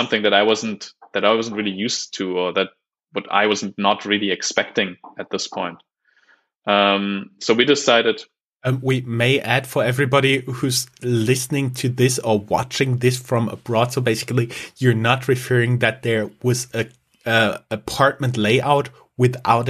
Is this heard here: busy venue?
no